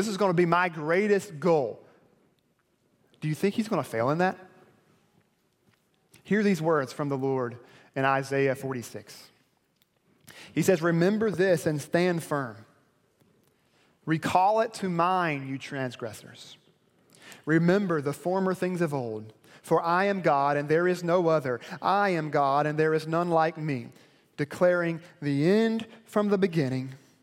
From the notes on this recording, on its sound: delivered at Perimeter Road Baptist Church.